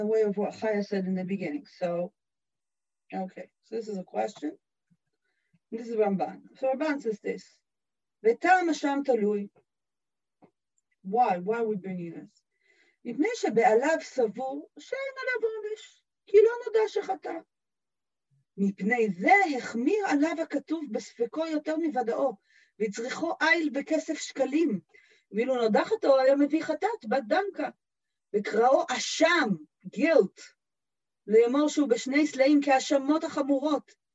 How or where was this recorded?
video call